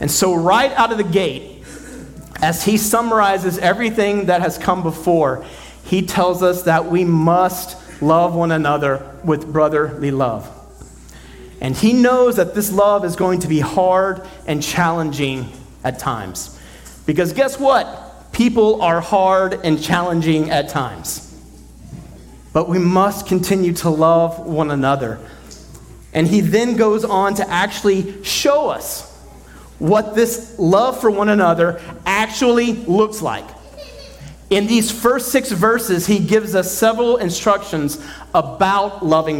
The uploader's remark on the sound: At Redemption Hill Church on Sunday, December 31st, 2023.